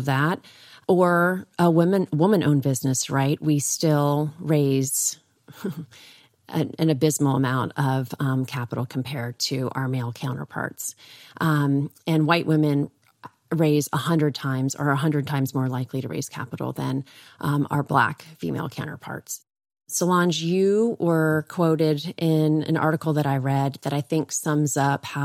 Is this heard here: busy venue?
no